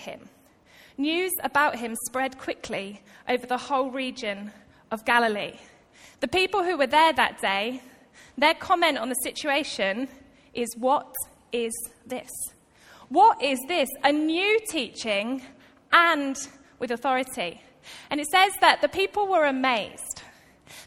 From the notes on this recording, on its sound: Recorded live at Life Church on Sunday 1st July 2018.